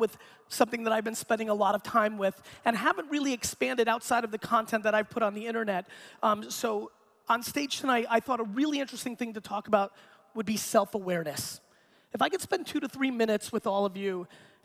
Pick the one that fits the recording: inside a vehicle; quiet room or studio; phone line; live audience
live audience